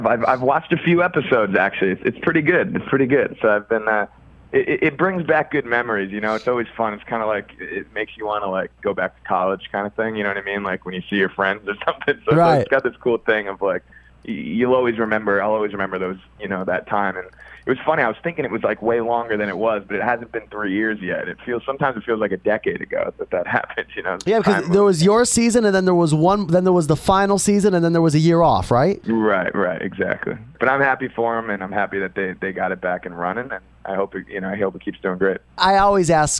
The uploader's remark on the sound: Called in to the radio show recently, ahead of a show he played at Toad's Place in New Haven.